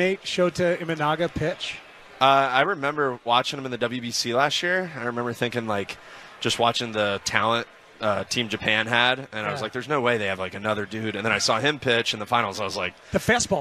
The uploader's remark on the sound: live at Cubs Con